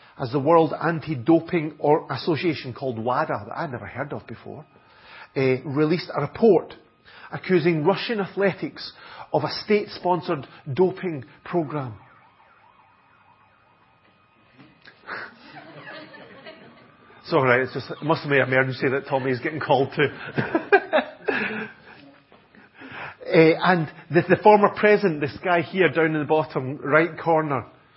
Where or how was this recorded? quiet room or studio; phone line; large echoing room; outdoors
large echoing room